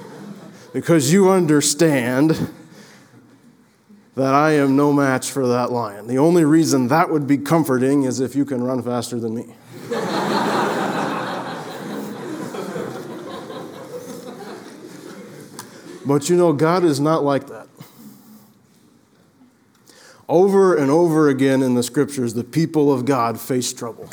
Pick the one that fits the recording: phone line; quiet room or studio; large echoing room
large echoing room